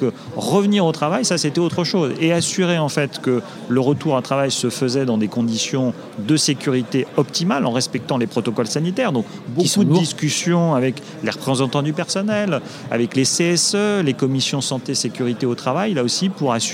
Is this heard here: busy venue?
yes